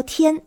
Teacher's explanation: 普通话的一声是高高平平，所以数字标记就是五五